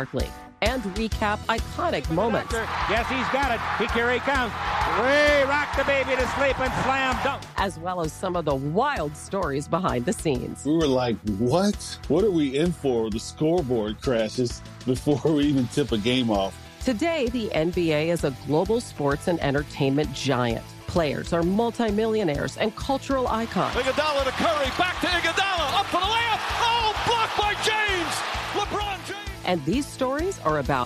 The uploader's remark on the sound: live from The Breeders' Cup at Santa Anita Park in Arcadia, CA!